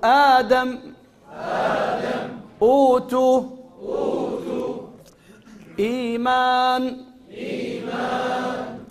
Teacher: فمد البدل عند حفص مقدار حركتين